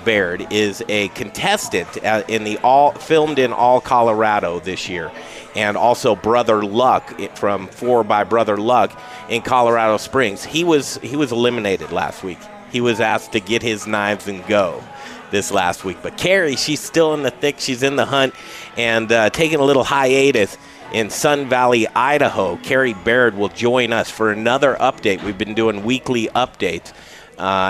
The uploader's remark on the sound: We're live from The Goods on Colfax